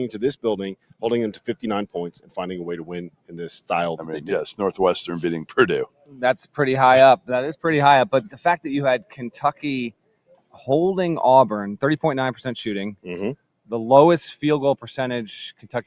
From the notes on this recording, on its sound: LIVE from Neville Arena in Auburn.